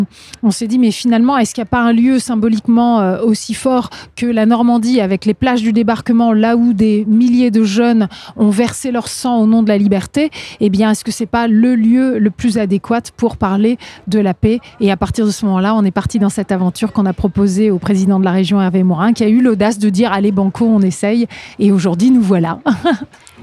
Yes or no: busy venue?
yes